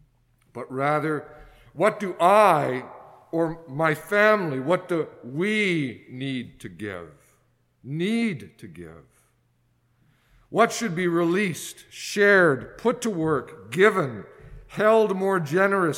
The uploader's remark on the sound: excerpts from a sermon preached at St Margaret's Anglican Church in Winnipeg